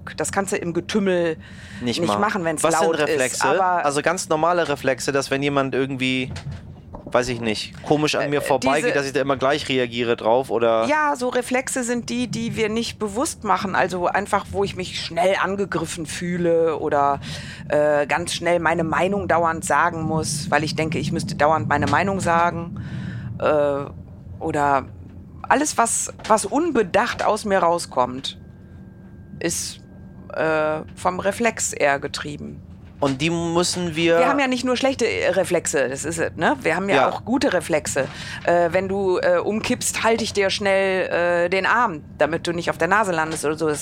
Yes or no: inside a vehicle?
yes